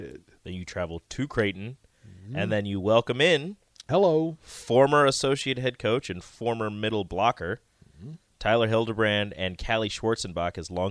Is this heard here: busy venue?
no